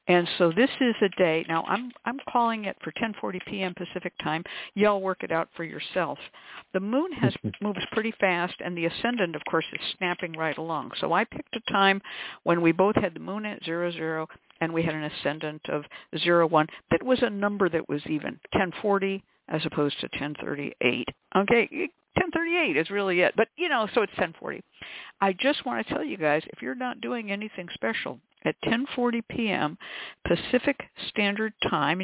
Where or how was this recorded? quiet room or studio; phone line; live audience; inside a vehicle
phone line